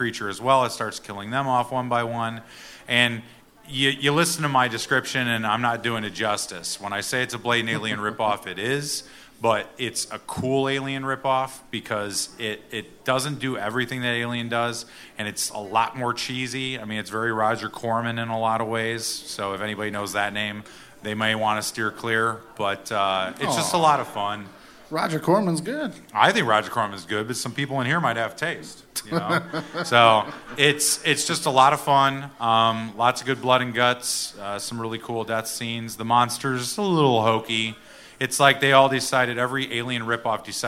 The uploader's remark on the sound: Tales Of Terror Live! Sat down in front of a packed crowd.